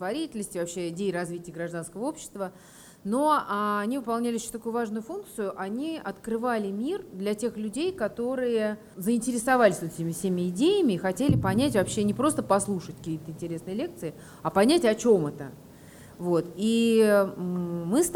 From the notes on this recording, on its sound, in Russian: Подкаст записан на открытии четвертого сезона в Благосфере.